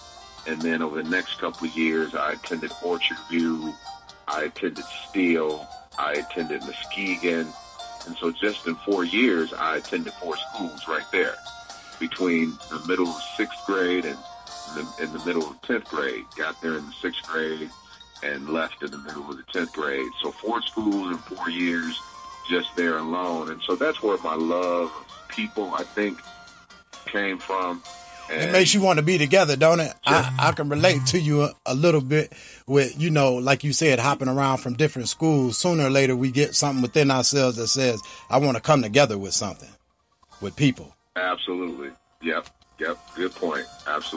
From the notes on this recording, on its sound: phone interview